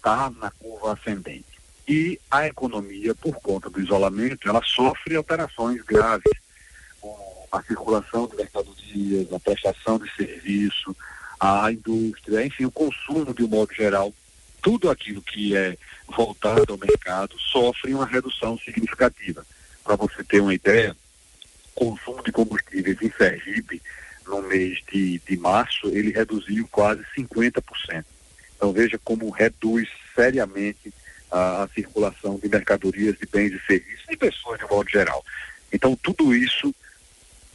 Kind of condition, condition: link, phone line